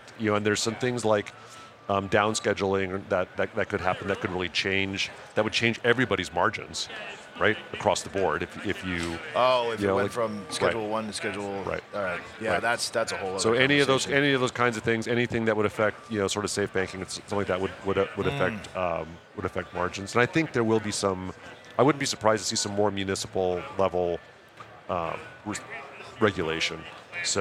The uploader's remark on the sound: Recorded at MJBizCon 2023